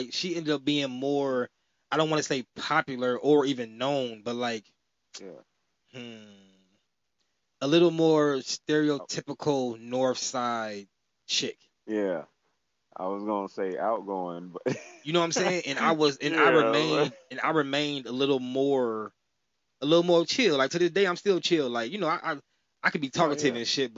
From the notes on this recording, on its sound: Me and a childhood friend got on the phone